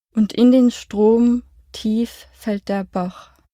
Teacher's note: Das richtungsgebende Anfangswort tief ist betont, das freie Fallen in den Wörtern fällt und der unbetont, das Ankommen im Bach wiederum betont.